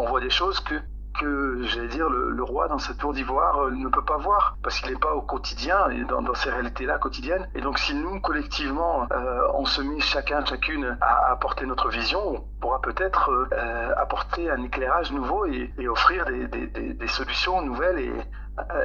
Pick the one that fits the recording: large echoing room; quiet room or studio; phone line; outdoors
phone line